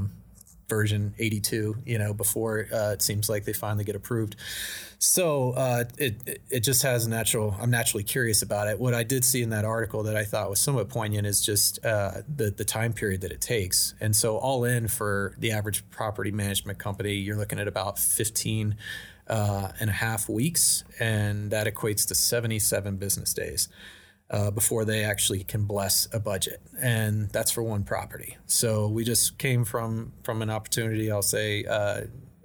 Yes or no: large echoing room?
no